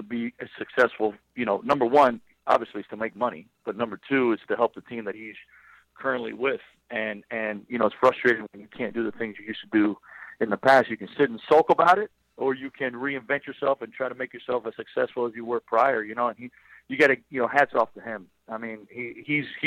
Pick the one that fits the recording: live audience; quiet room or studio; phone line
phone line